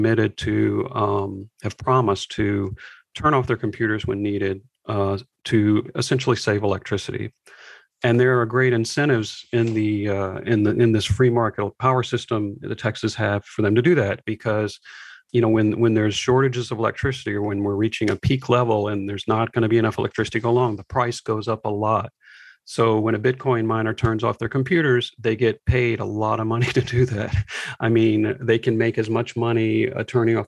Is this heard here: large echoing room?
no